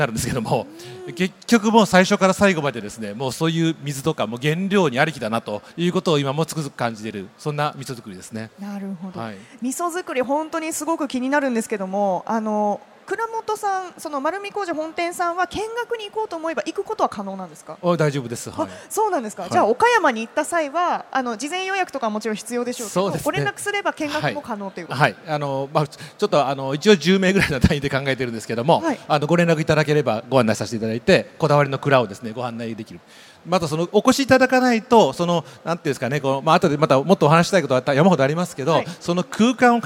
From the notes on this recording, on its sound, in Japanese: CRAFT SAKE WEEK 2023 at ROPPONGI HILLSにて公開収録。